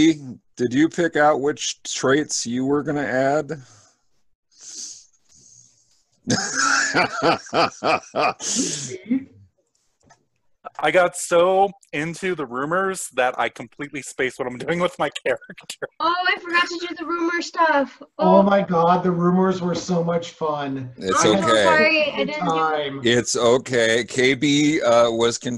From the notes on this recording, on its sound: from the relative safety of our own homes via Zoom